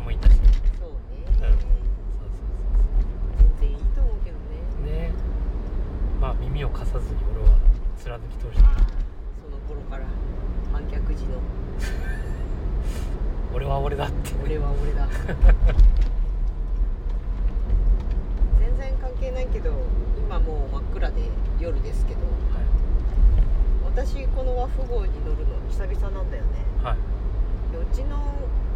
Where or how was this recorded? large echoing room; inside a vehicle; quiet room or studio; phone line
inside a vehicle